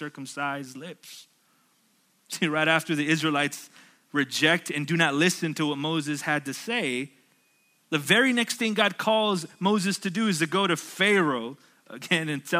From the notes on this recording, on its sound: at Sojourn Galleria Church on Sunday, July 14, 2019